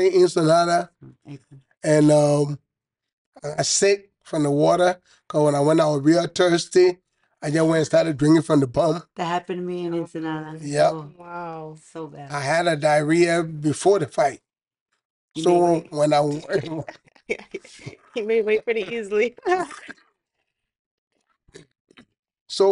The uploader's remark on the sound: Despite some technical difficulties